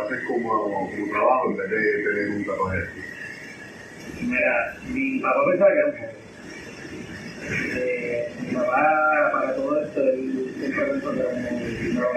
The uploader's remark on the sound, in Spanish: Debido a problemas con el filtro de ruido el audio tiene bastante eco.